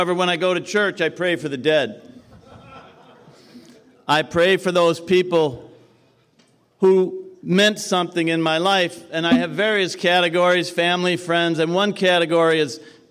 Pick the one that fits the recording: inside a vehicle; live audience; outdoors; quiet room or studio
live audience